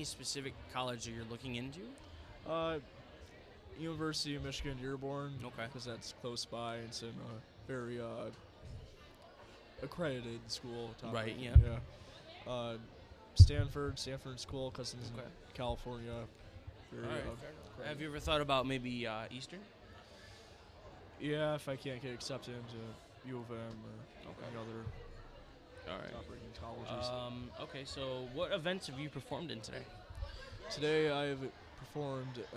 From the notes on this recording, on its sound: Live from the Michigan Drill Championship at Class Tech.